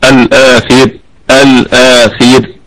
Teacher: الراء في الآخر مرققة وصلا ووقفا